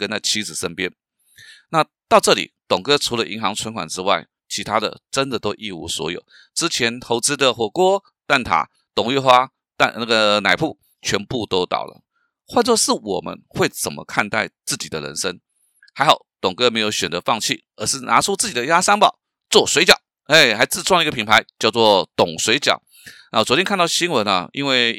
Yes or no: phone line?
no